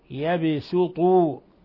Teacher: يبسطوا باء ساكنة قلقل. ولاحظوا ترقيق السين وتفخيم الطاء